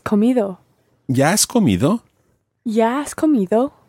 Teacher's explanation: So the ya and the has are running together.